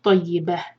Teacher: حیاتن، heavy اخفاء. طیبہ، تا مربوطہ پر رکتے ہیں تو یہ ہا ساکن بن جاتی ہے